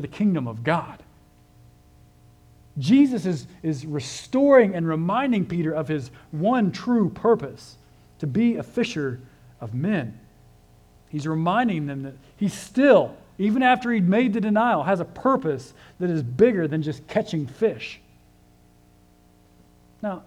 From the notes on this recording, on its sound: This sermon was originally preached at CCC on 10/1/23.